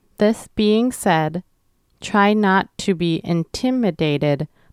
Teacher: make sure that you have a slight pause after the word said because of the comma.